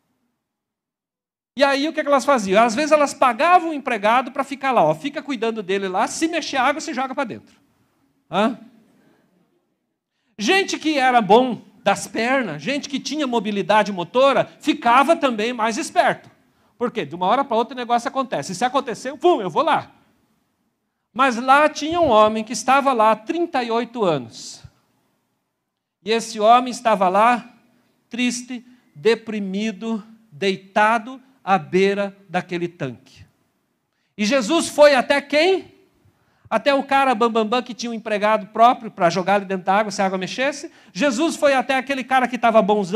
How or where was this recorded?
large echoing room